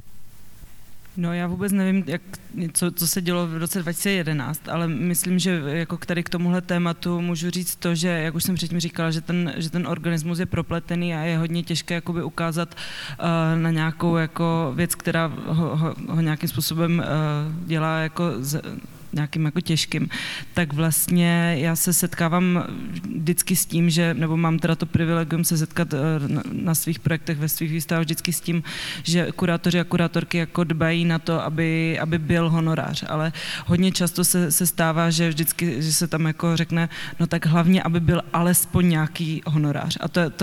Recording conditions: busy venue